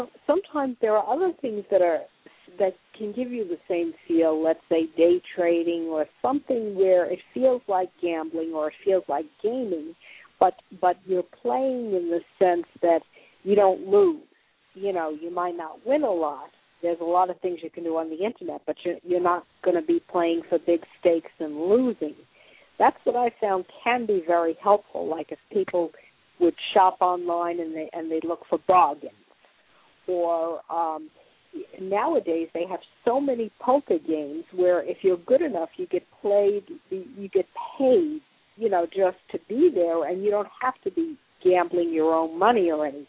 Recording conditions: phone line